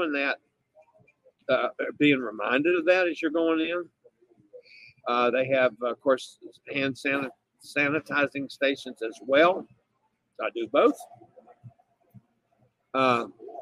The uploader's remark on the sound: LIVE from Adventure of the Seas in the Gulf of Mexico